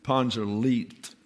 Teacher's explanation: the D is sort of a TH sound in German.